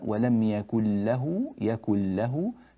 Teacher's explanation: فالنون الساكنة بعدها لام، فالحكم هنا إدغام بغير غنة